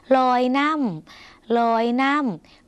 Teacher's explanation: คำว่าน้ำในภาษาลาวออกเสียงสั้นเพราะเป็นสระอำออกเสียงสั้นค่ะ